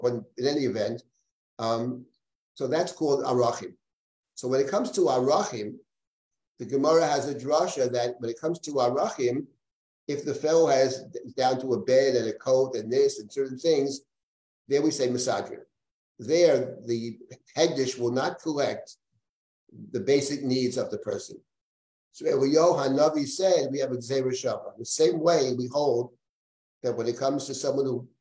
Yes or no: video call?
yes